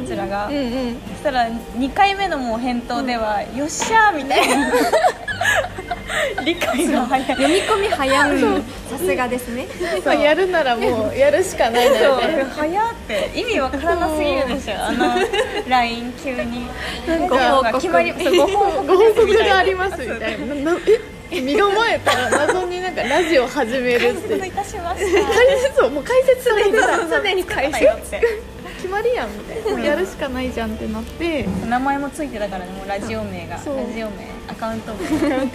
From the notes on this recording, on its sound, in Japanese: 記念すべき第1回目は、なんと3人の仕事終わり、次の予定まで1時間という時間に追われながらフレッシュネスバーガーで撮りました。雑音がすごいです、ガザガサしてるのは食べながら撮っているからです。